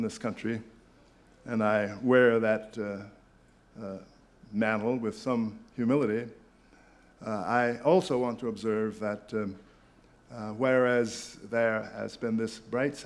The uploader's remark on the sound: This podcast was recorded at the Academy of Achievement's 1996 Summit in Sun Valley, Idaho.